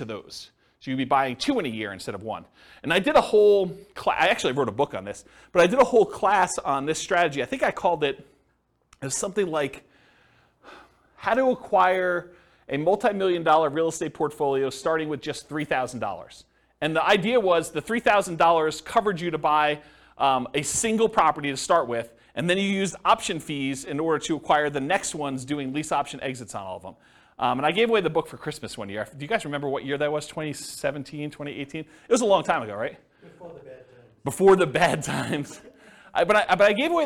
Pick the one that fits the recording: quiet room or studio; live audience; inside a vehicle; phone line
live audience